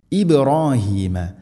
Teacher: ഇബ്രാഹീമ ബാ സുക്കൂൻ ഖൽഖല ചെയ്യണം, ശരിക്കും കേൾക്കണം